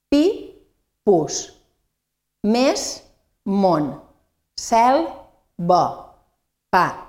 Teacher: Fixeu-vos com anem de les vocals més tancades a la més oberta, que és la A. · Term: vocalisme tònic